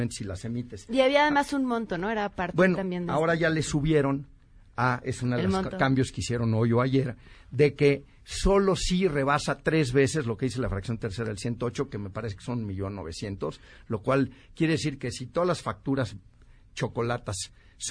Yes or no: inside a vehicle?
no